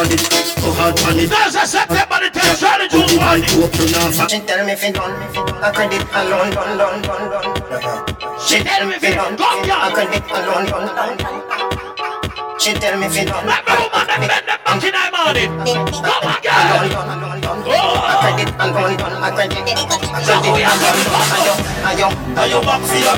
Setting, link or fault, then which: setting, busy venue